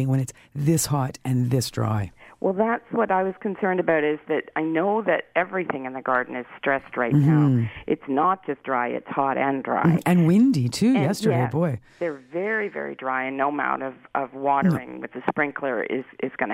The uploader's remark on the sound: a special phone call from a friend of the show